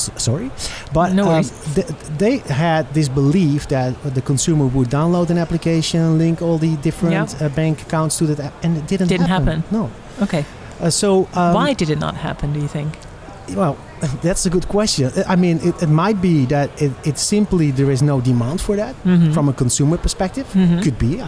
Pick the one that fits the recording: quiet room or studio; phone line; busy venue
busy venue